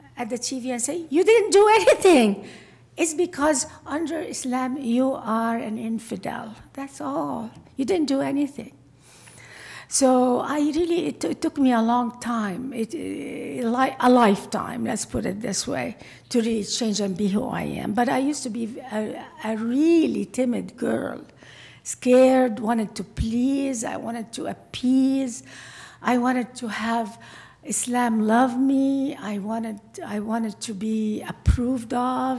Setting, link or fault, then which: setting, live audience